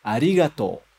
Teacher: Você reparou que no final tem to, que termina com som de O, e depois tem o U, a letra U. Mas a gente não vai ler essa letra U como U. A gente vai esticar o som do O.